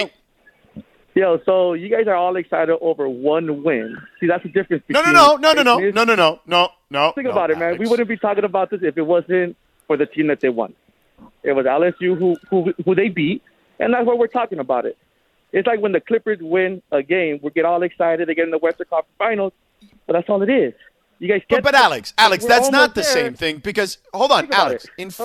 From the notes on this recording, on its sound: Take phone calls on UCLA’s big win and USC’s fans being salty.